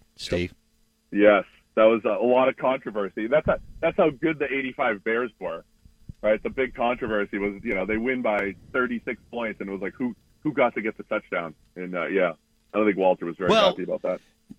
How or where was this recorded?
phone line